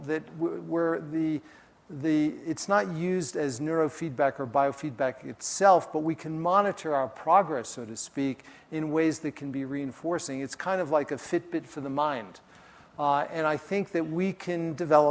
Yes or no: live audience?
yes